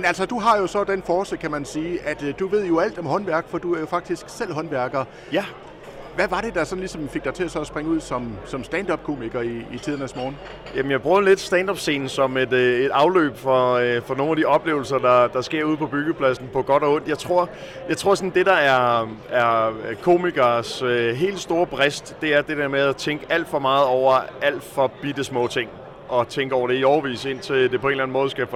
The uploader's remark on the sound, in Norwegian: LIVE FRA FAGENES FEST